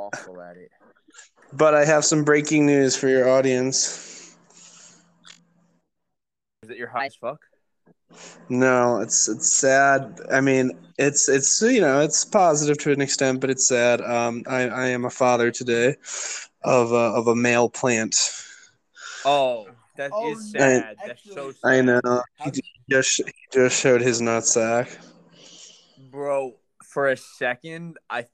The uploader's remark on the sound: Blame the audio on the anchor app